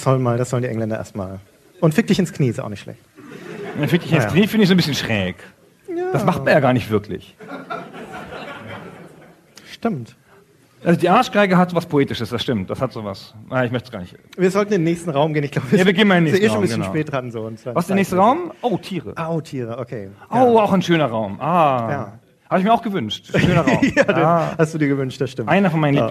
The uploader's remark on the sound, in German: Liveaufnahme vom Auftritt der Herren Podcaster auf dem Game Fest in Berlin im April 2016